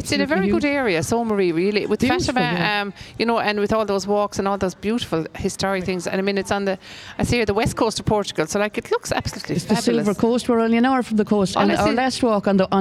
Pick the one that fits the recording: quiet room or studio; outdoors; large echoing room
outdoors